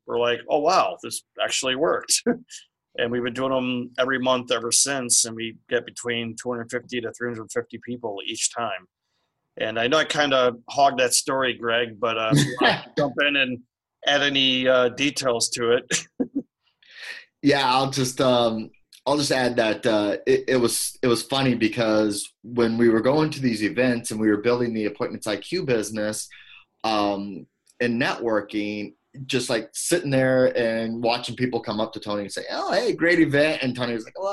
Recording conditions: video call